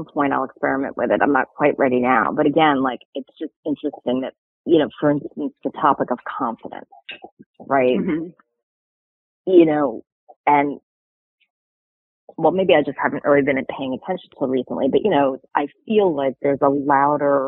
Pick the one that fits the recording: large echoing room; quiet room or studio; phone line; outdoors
phone line